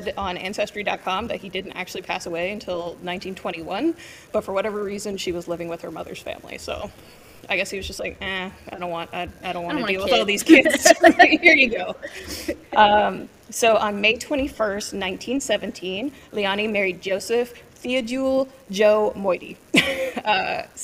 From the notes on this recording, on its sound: as we record LIVE from the True Crime Podcast Festival in Dallas, TX